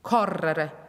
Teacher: Aber dann gibt es zum Beispiel correre und das rollt man richtig. Correre. Und es ist auch mit zwei R geschrieben. · Term: rolled